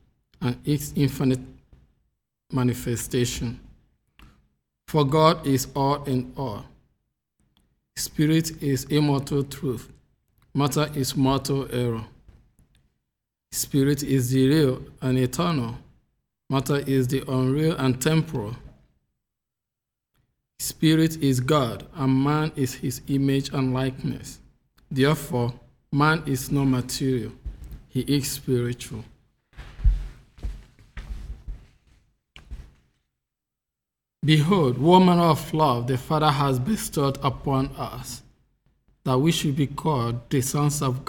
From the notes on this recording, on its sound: The Sunday service audio from September 12th, 2021